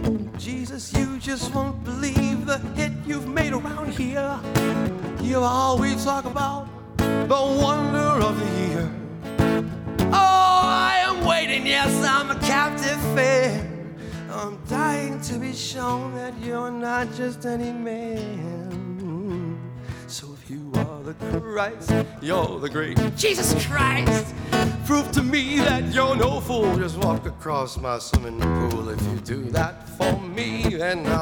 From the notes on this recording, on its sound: Recorded March 27 2016 at Nick's, Worcester MA